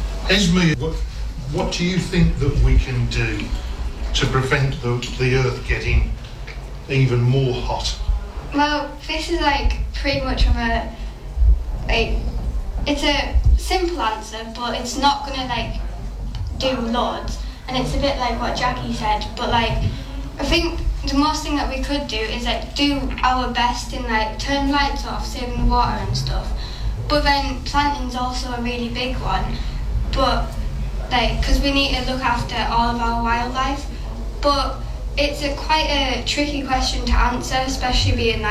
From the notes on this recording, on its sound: This is the recording of the Panel Discussion at the Green Fair this year that was held at the Bishop Auckland Methodist Church. It includes speeches made at the Fare.